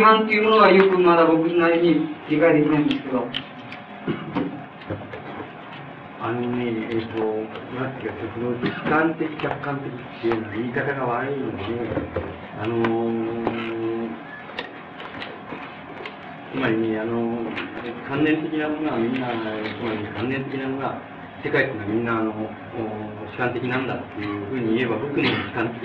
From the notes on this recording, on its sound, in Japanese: 主催：大学セミナーハウス 場所：新宿・紀伊国屋ホール。第38回大学共同セミナーで講演。テープ劣化のためノイズが多く、 音質はよくない。